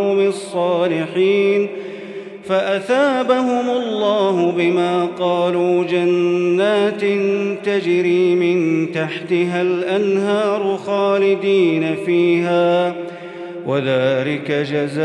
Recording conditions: large echoing room